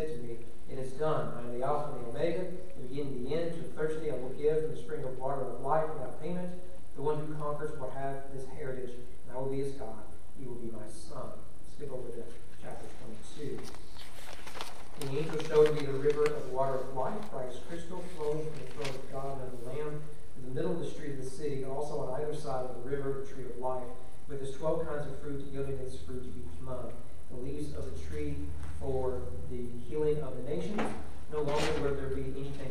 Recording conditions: large echoing room